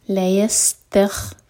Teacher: سین پر سیٹی والی آواز آئے گی